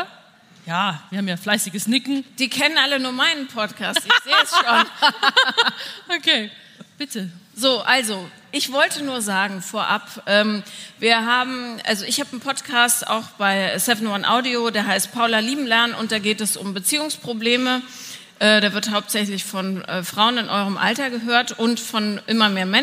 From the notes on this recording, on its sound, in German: Herzlich Willkommen zu der ersten Live-on-Stage Folge von „4 Brüste für ein Halleluja“! Waren zu Gast auf einer Live-Podcast Bühne und für all diejenigen die nicht in Berlin dabei waren, haben wir natürlich die Live-Session für Euch aufgenommen.